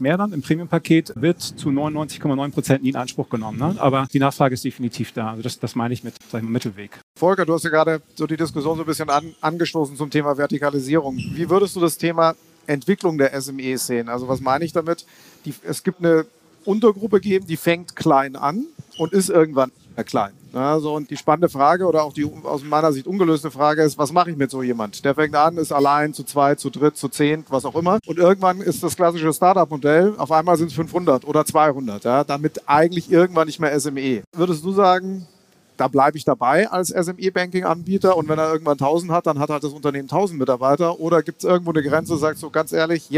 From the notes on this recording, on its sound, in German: Eine Aufzeichnung des gleichnamigen Panels von der Banking Exchange 2022 in Frankfurt am Main.